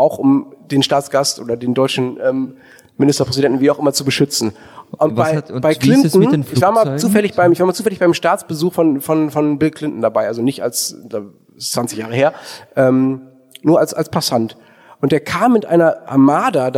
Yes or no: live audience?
yes